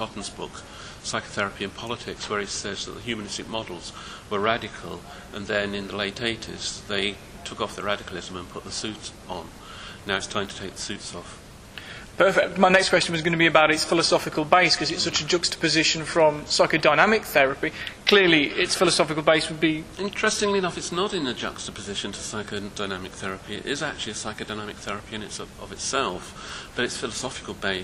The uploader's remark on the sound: at the 2nd Annual International Hypno-Psychotherapy Conference, 2010